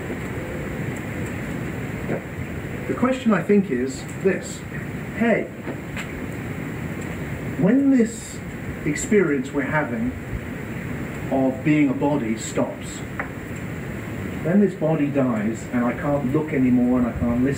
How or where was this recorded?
large echoing room